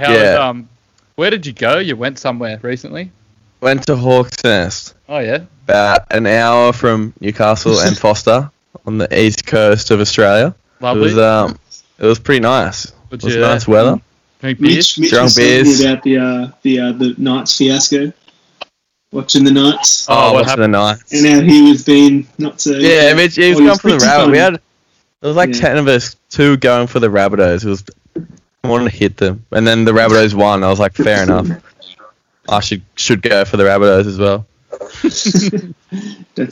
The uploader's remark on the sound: Yep, we cooked the audio again.